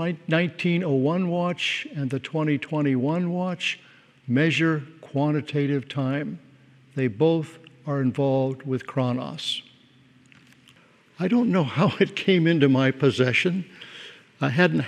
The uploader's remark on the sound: Message delivered during the Traditional and Contemporary Worship services.